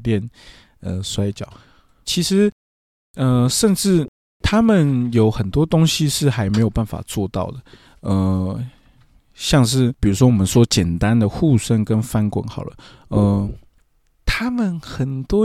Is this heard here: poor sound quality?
no